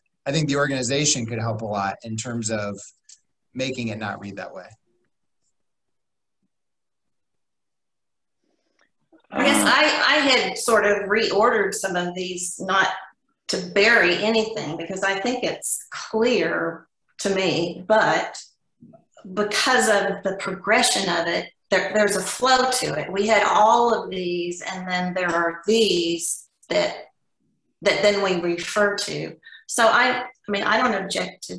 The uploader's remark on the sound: Was held on Zoom due to the pandemic.